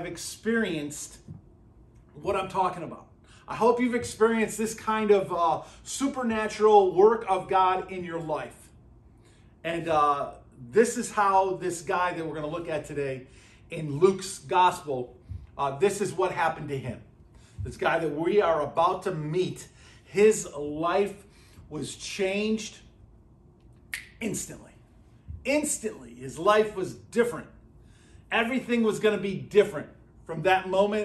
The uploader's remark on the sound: at Burlington Christian Church on January 21st, 2024.